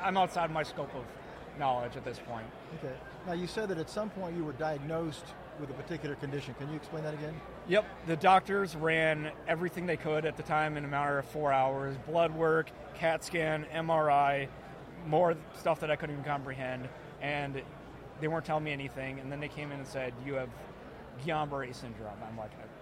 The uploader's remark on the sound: Podcast at AmFest